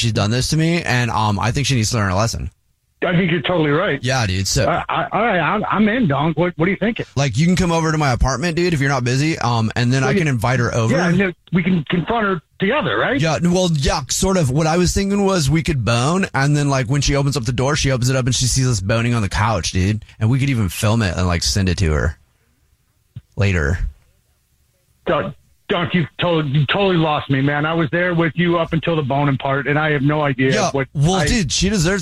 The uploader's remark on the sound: Phone Prank